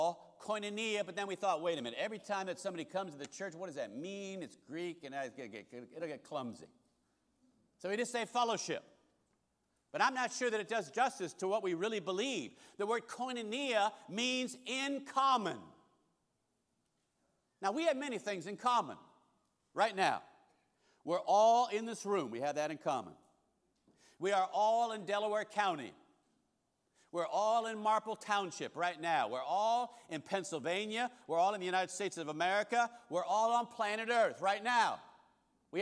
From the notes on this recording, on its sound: Recorded service from August 20, 2023.